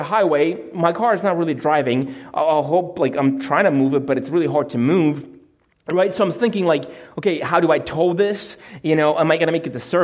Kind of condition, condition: setting, large echoing room